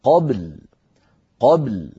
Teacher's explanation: بباء ساكنة مخلخلة يتلوها لام ساكنة بينية